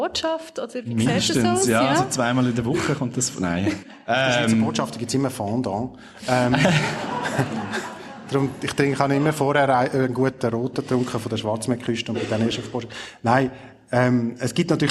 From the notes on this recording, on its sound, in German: Zum ersten Mal wird live vor Publikum aufgezeichnet. Im Rahmen des Korrespondent:inntentages im Radiostudio Bern.